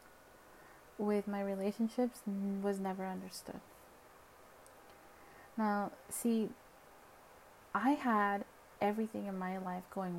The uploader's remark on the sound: Sorry for the shitty quality I needed this episode recorded & up. It was SUPER last minute, super unplanned.